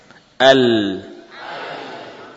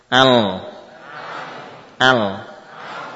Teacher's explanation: Coba kita tambahkan gunnah coba al ya kurang lebih seperti itu. Ada gunnah pada khoyshum saat melafadzkan lam. · Shown in: second take